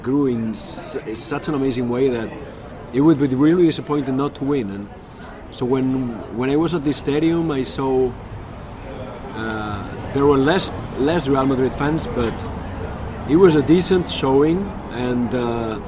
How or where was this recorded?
outdoors